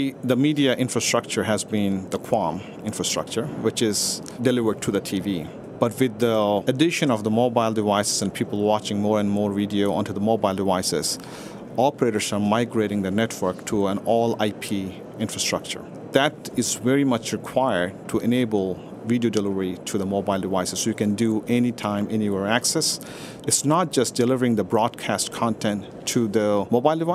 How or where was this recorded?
busy venue